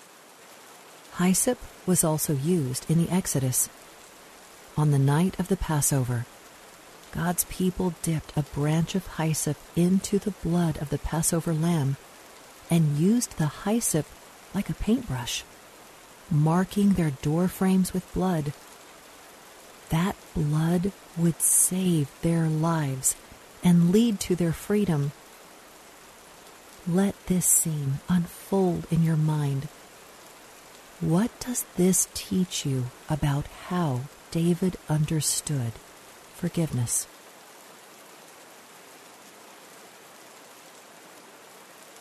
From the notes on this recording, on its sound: Relax to the sounds of rainfall.